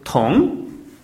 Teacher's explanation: my intonation was too flat. Rather, I should have a rising intonation